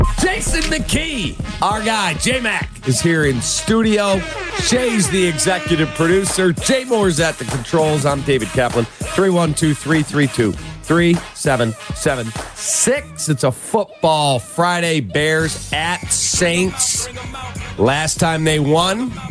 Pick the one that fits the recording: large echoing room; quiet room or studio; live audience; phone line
phone line